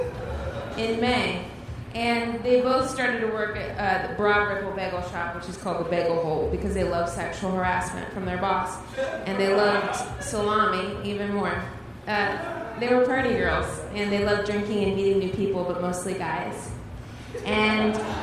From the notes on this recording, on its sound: Recorded May 8, 2015 at the Bridgetown Comedy Festival in Portland, OR